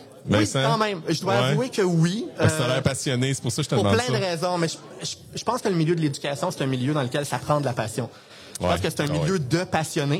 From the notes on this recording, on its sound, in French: L'entrevue a été enregistré au 41e congrès de l'AQUOPS les 4, 5 et 6 avril 2023.